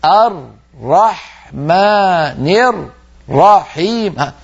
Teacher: الراء المشددة فك الإدغام، صار كل راء لوحدها · Term: تمطيط الشد